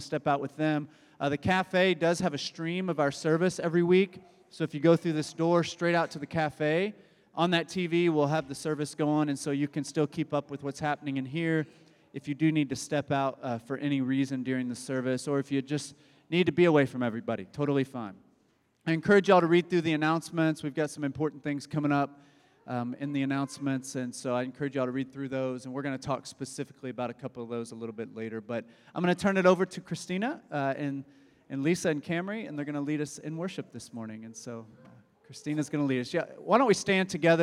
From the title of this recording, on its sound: Embrace Sunday Gathering (January 21, 2024 at 11am) Embrace Church, Lexington, KY